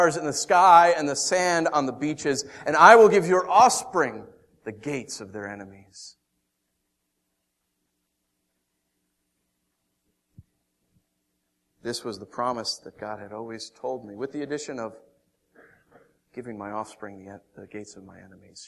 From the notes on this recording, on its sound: Originally preached April 19th & 20th 2014 at The Orchard Church. Originally preached April 19th & 20th 2014 at The Orchard Church.